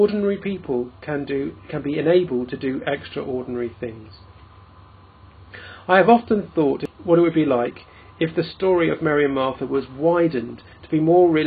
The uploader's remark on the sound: In this podcast recorded at the Moot Eucharist at the Guild Church of St Mary Aldermary.